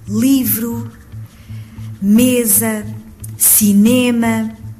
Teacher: Palavras que têm o acento tónico na penúltima sílaba. · Term: palavras graves